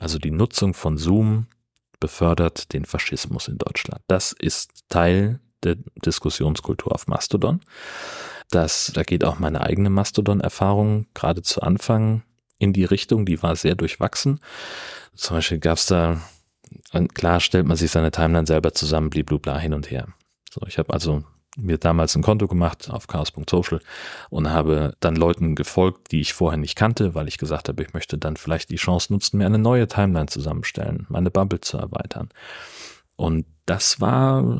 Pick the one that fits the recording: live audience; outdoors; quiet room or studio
quiet room or studio